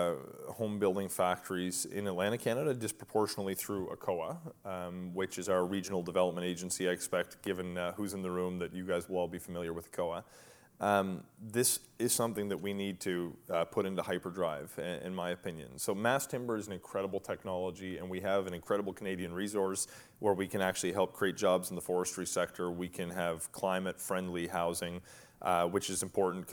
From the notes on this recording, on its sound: a live, in-person conversation